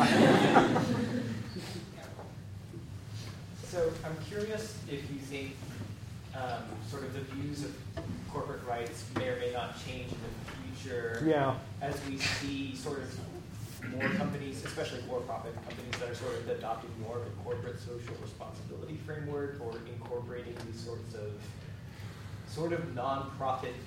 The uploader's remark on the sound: Recorded on May 5, 2015, as part of the Chicago’s Best Ideas lecture series.